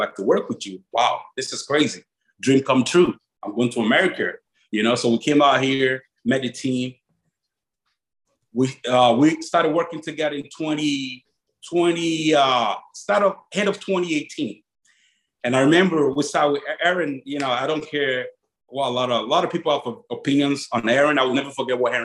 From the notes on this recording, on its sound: MuscleTech held their first ever virtual press conference. A PricePlow Podcast episode that was live in our Discord chat. Note that the podcast audio file includes MuscleTech’s press conference, which is then followed by our Podcast episode.